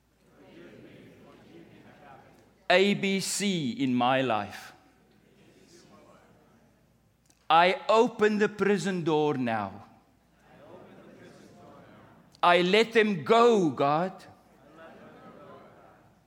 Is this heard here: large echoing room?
yes